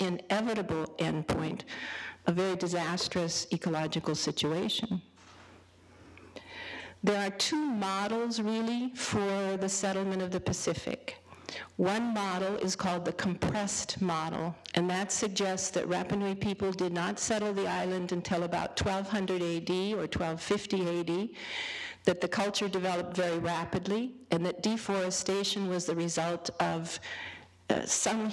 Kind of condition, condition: setting, large echoing room